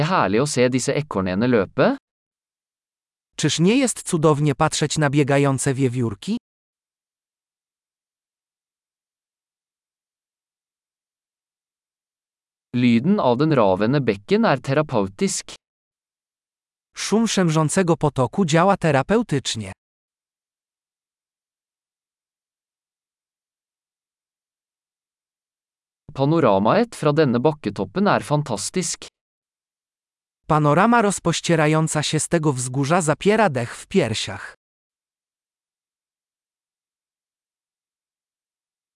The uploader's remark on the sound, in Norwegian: Lyden av den ravende bekken er terapeutisk.